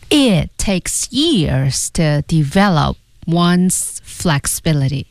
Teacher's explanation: develop p 这个字母。要失去爆破，it takes 那 it 那个 t 也要失去爆破